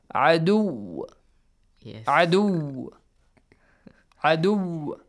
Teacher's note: There is just a kind of like qalqala sound, like bouncing sound, yes. But it's not bouncing sound. · Term: half bounce